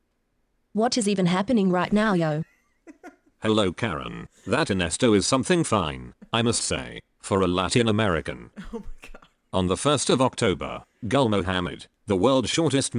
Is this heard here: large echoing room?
no